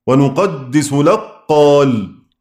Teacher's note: أدغمنا الكاف في القاف إدغام المحض